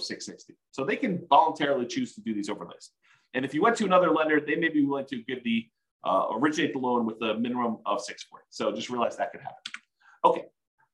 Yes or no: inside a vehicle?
no